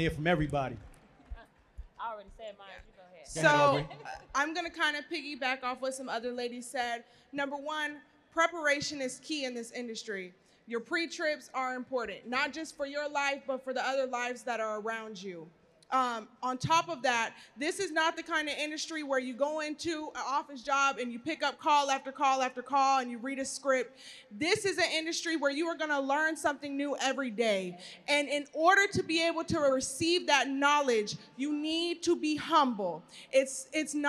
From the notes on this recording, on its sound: Live On STAGE! (S.H.E Trucking Expo). We are live from Chattanooga, TN Where Truck N’Hustle was given the honour of hosting a live podcast for the S.H.E Trucking Expo.